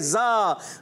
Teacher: ज़बान की नोक और दोनों दांतों यानी ऊपर और नीचे वाले दांतों के अंदरूनी किनारों से अदा होता है ज़ा · Term: ज़ा का मखरज